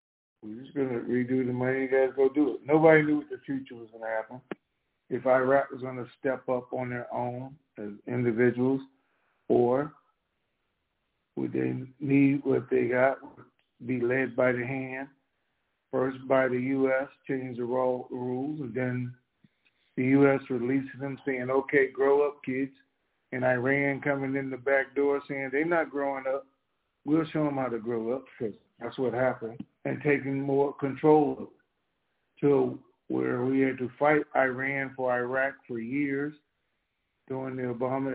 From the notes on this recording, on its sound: TNTSuperfantastic Conference Call